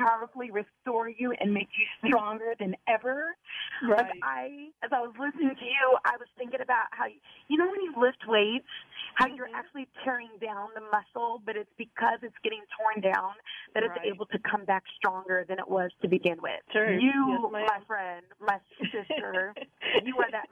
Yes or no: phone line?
yes